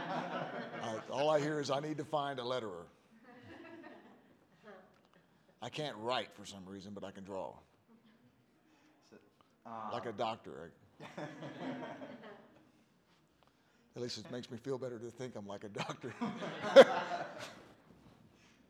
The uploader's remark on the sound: Fan Expo Panel. Make their first in-person appearance together at Fan Expo Denver as they host a panel. Plus, the audience asks some great questions!